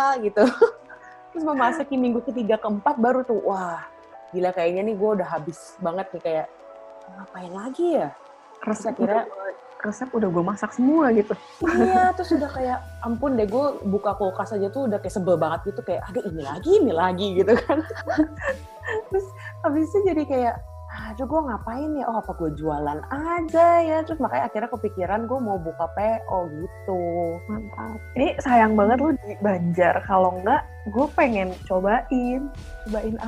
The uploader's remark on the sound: Perdana record podcast via video conference.